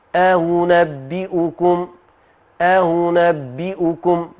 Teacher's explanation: يبقى أنا هسهل الهمزة الثانية لأن هما مختلفين في الحركة